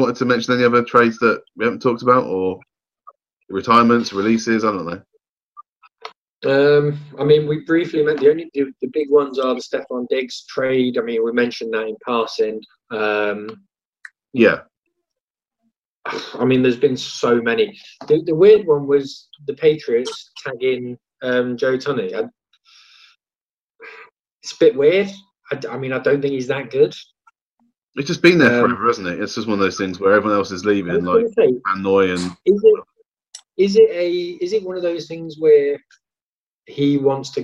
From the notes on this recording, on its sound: Isolation Edition. Get on a video call to record.